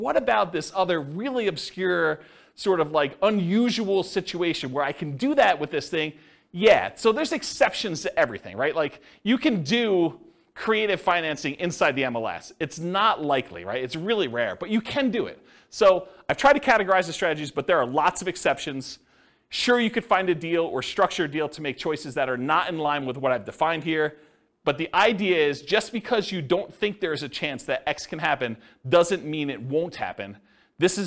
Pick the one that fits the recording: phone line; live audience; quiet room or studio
live audience